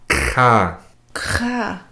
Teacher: It's the back of the mouth, not the back of the throat, but the back of the mouth.